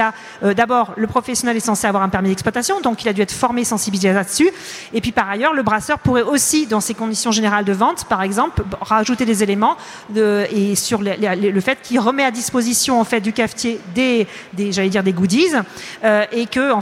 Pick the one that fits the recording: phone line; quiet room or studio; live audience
live audience